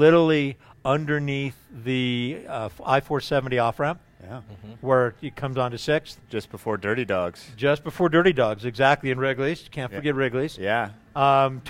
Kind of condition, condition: setting, busy venue